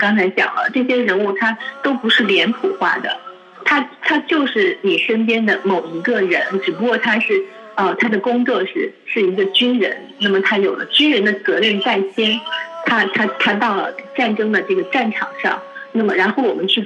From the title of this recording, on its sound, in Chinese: 中国国际广播电台电话访谈